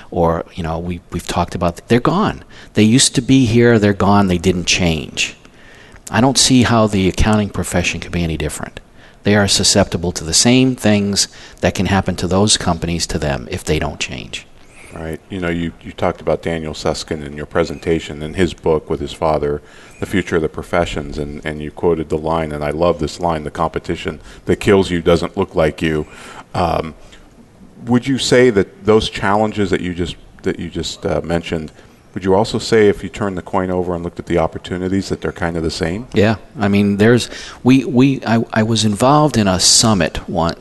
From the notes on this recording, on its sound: Live Broadcast at the The IPBC IGNITE Conference.